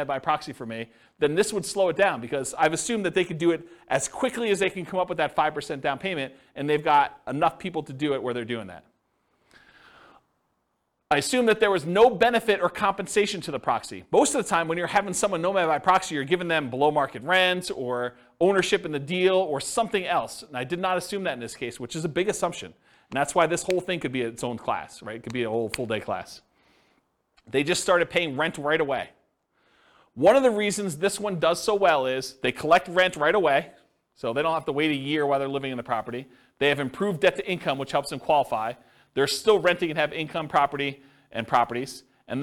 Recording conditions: live audience